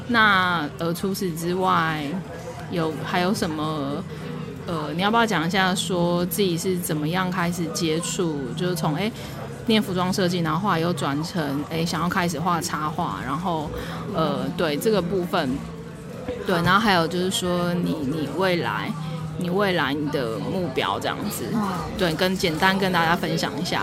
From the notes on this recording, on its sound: 如果有些人對於錄音的背景有點吵吵不太喜歡，在這裡先說聲抱歉；不過這就是我一開始就想要營造的氣氛喔~呵呵。 If some people don't like the noisy background of the recording, I apologize here; but this is the atmosphere I wanted to create from the beginning~ hehe.